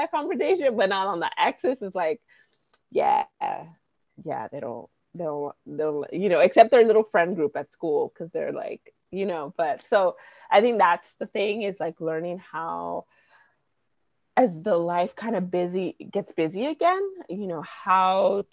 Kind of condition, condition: fault, drop-outs